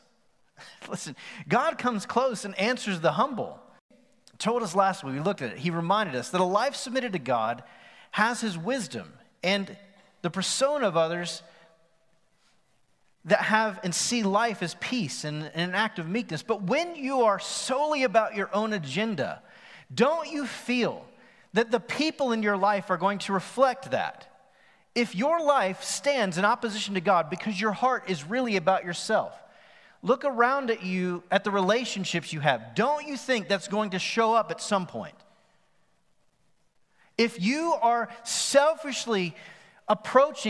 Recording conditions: live audience